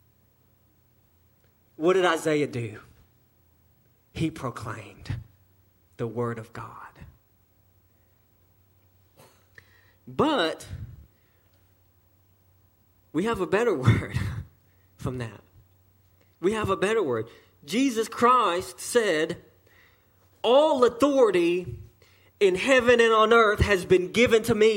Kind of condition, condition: setting, large echoing room